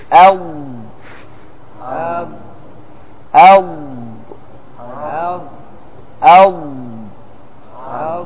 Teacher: فتلاحظ أن هذا الحرف يستمر معه الصوت قليلا لأنه يخرج من حافتي اللسان · Term: استطالة